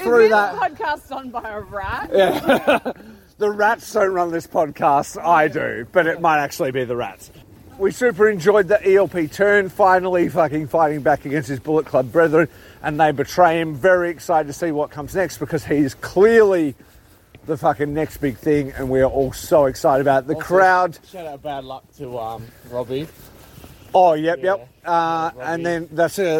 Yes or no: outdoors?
yes